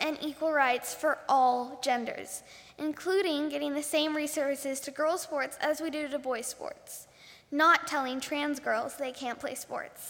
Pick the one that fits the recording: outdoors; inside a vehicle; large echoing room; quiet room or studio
large echoing room